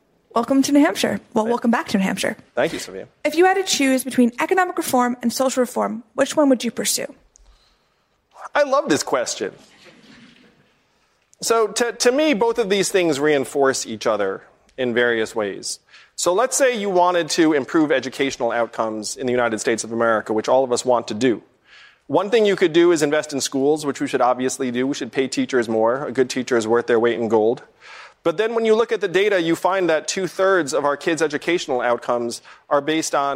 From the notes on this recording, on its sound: questions from voters in New Hampshire during a live town hall